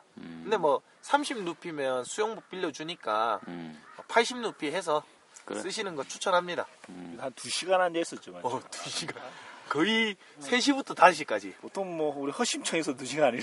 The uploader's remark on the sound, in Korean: 이번 방송은 네팔 히말라야의 오스트레일리안캠프에서 녹음기로 녹음되었습니다.